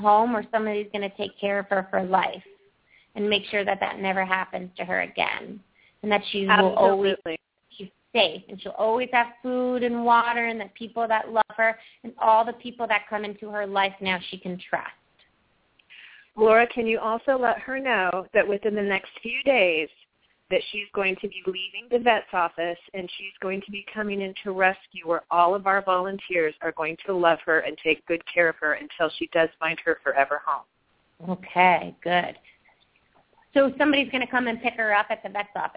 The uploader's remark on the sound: Open up the lines for listeners to call.